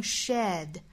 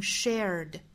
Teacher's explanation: 跟英音有区别的地方呢就是 share 这个词，英音是发成 shed，美音是发成 shared